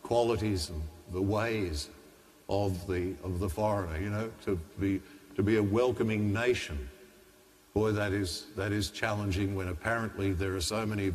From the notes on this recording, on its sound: The homily from Sacred Heart Cathedral, Hamilton